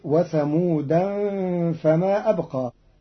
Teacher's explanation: قرأ قالون كلمة وثمود فما أبقى بتنوين الدال، فتصير وثمودا فما أبقى على إرادة الحي، والباقون على منع صرفه للعالمية والتأنيث على إرادة القبيلة.